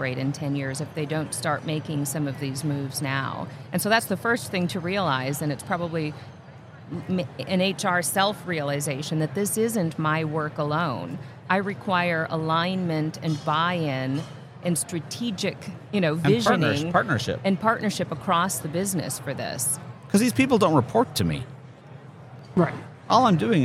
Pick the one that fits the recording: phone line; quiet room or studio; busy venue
busy venue